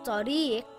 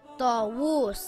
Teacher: Ta is a heavy letter and should always be pronounced heavy. The closest letter would be the letter T and the letter Ta, but it is pronounced with a heavy sound.